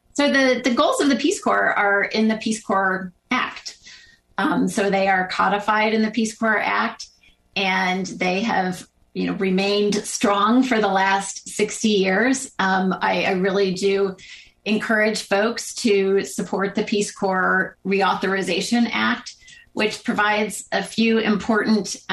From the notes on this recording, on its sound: This program was recorded via video conference on December 2nd, 2021 by the Commonwealth Club of California.